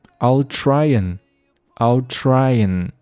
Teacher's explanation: 我们这个 and，我们不需要读，and，读成嗯就可以了 · Term: 弱读